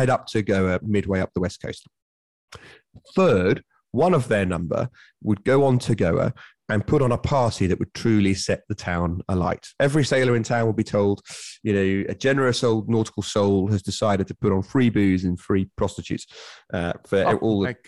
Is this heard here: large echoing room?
no